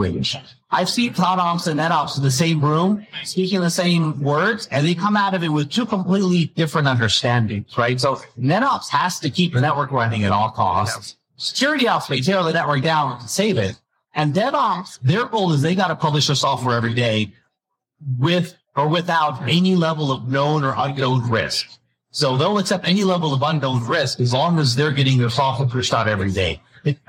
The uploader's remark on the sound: Recorded at Cisco Live '23. Recorded live at Cisco Live 2023.